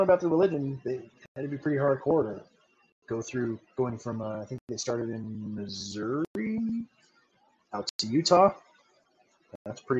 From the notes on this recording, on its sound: APOLOGIES FOR AUDIO QUALITY, TRIED DOING THE SHOW WITH MY BLUETOOTH HEADPHONES/MIC